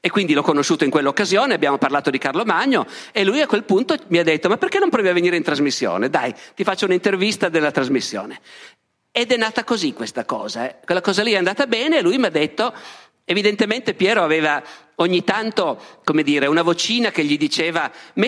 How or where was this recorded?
live audience